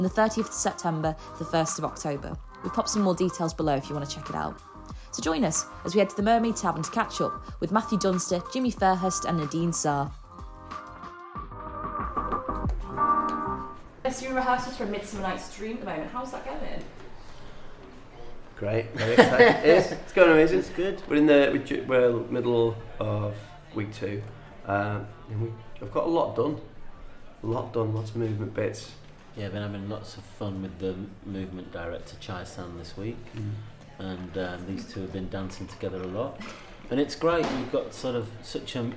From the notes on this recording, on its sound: Just a heads up this episode was recorded a few weeks ago during rehearsals. We recorded this podcast at the mermaid tavern in Prescot which is newly opened and just round the corner from the playhouse.